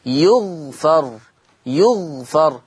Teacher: فيقرأ يغفر بضم الياء وسكون الغين وفتح الفاء